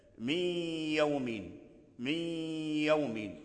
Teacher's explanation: ليست الغنة في الياء، إنما الغنة في النون، لأن الياء لا غنة فيها. وكذلك في الواو من وليين يعني الغنة موجودة في النون وليست في الواو. · Term: الإدغام الناقص